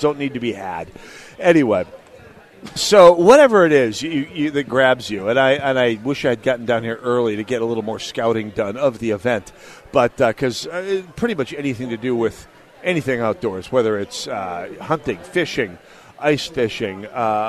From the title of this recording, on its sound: Live at The Sportsmen Show!!